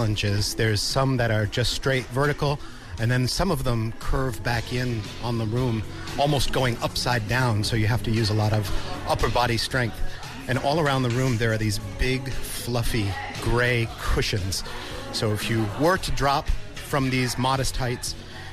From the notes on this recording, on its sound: (Recorded at THE JA's). People training at the gym.